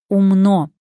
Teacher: в слове «умно» или «умно» ударение на последний слог